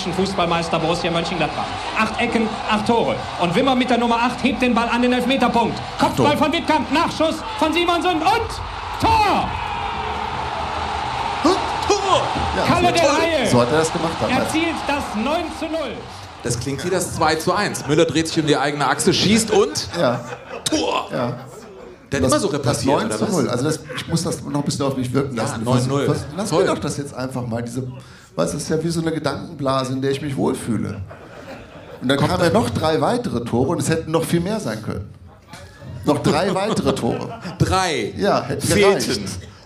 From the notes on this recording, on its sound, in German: Liveshow Zeche Carl/Essen. An einem unvergesslichen Sommerabend. Das Publikum wurde mit einer Saalwette herausgefordert, obwohl es eine Open-Air-Veranstaltung war.